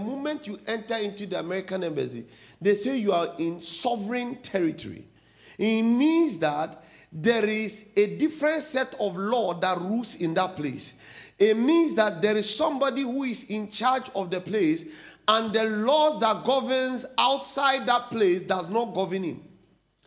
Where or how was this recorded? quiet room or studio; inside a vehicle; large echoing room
large echoing room